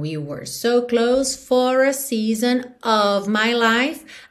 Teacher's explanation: Of, OF sempre com som de OV, certo? E um O não tão desenhado como O da língua portuguesa, ok? Então, we were so close for a season of my life.